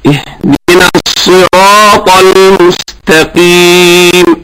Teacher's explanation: القاف هنا مكسورة، تكون في درجة قليلة من درجات التفخيم، ولكن لا تصل إلى الكاف، يعني لا أقول المستقيم، وهذا أتمكن من صحيح نطقها إن تمردت على جهرها، لأن لا أخرج هواء فيها أصلا، يعني لا أقول أخ، هذا الهواء الكثير ليس في القاف، إنما هي طا طا القاف.